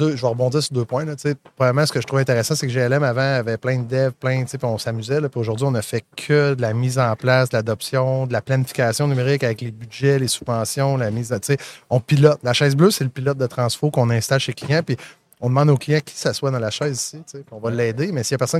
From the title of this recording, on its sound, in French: en direct de Stratégies PME